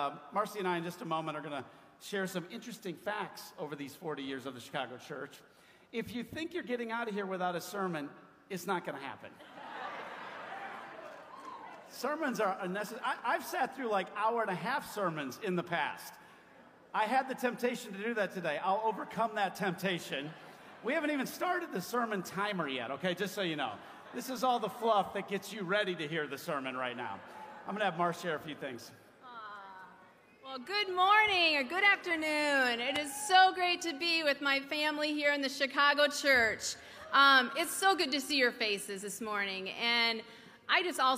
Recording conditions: live audience